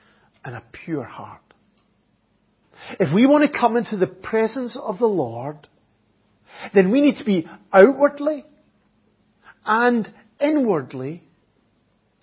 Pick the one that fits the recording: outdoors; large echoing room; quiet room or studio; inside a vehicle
large echoing room